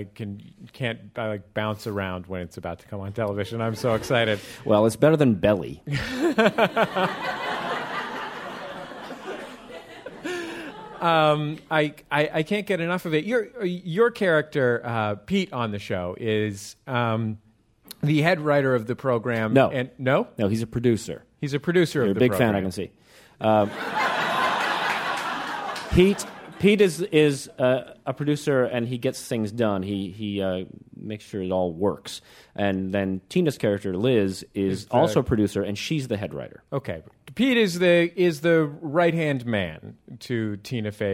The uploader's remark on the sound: This episode taped live at WNYC's Jerome L. Green Performance Space.